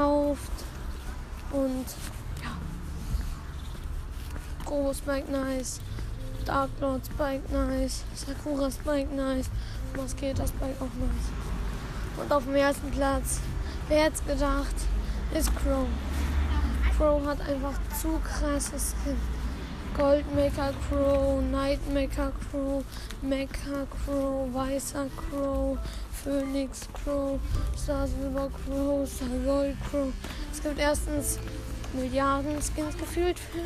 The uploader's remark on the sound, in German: Sorry wegen den Hintergrundgeräuschen.